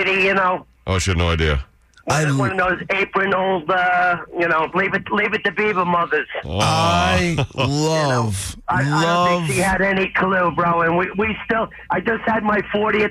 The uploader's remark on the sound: Long Islanders to call in and share their own experiences